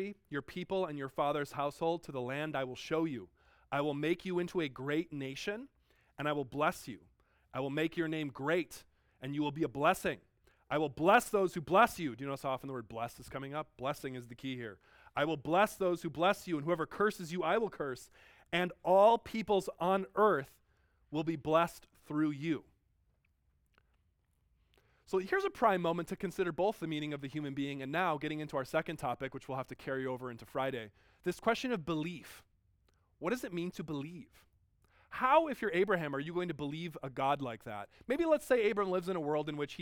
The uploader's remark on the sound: Delivered at George Fox University on 14 January 2019.